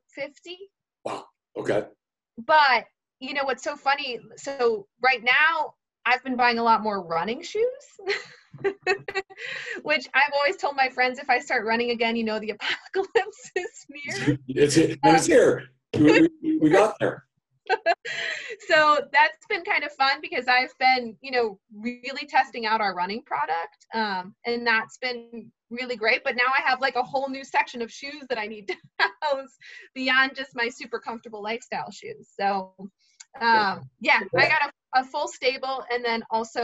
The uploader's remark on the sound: Hosted a fireside chat via Zoom. Our virtual thought leadership series, The Retail Record.